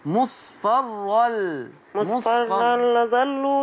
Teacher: التنوين ورا منه حرف اللام يبقى ده هنا ادغام بدون غنه